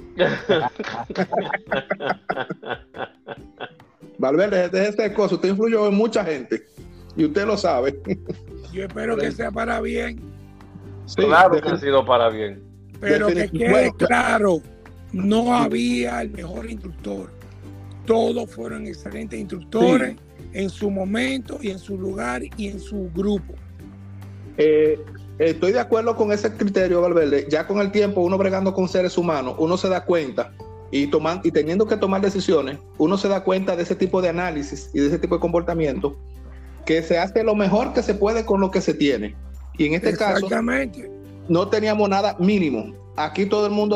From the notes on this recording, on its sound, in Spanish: Es el encuentro virtual de una generación de Instructores. Se conservo el audio original sin cortes y preservar ese primer encuentro virtual.